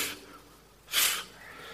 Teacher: En Heber, de H eraf en je hebt Eber, maar de B, de letter B, wordt ook uitgesproken nog zachter dan de harde B, waarbij de luchtstroom volledig wordt afgesloten door de lippen. Maar je kunt het ook geaspireerd doen, heet dat, dus met iets adem nog. En dan krijg je een F, F, zoals je een veertje wegblaast.